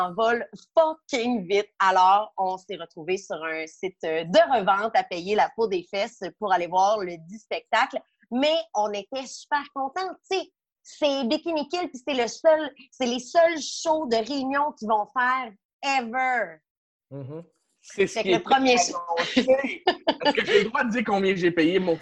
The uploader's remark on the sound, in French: La classe a eu lieue sur Zoom, en vidéoconférence.